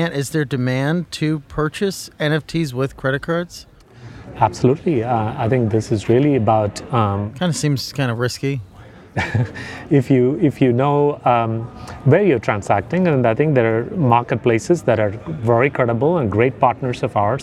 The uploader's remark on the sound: recorded at the Bitcoin 2022 conference in Miami